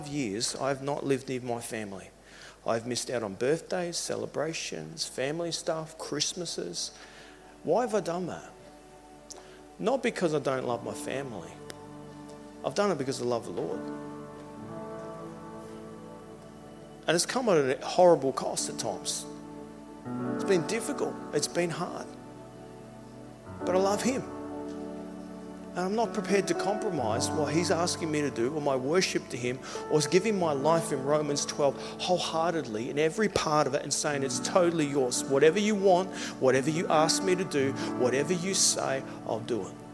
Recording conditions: large echoing room